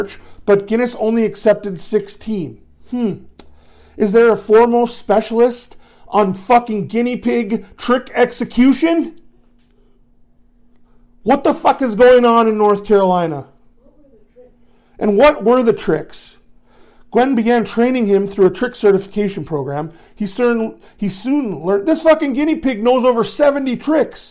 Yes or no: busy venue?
no